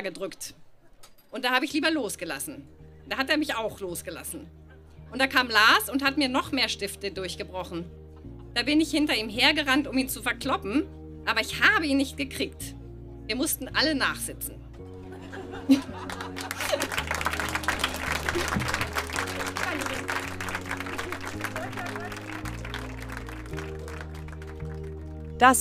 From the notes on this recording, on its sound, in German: Ausschnitte aus der Veranstaltung auf dem Flux Bergfest 22.08.2018 im FluxBau, Berlin. Liveshow auf dem Flux Bergfest 22.08.2018 im FluxBau, Berlin. Heißen Dank an den FluxFM, unser tolles Publikum.